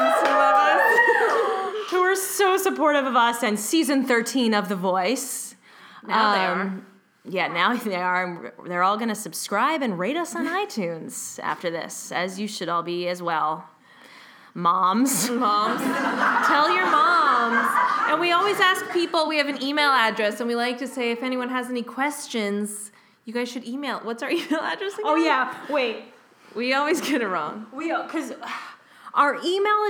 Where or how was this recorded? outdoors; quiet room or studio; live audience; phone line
live audience